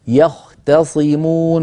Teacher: التاء في يختصمون جاورت الصاد، فانتبهي إلى عدم تفخيمها · Term: مرققة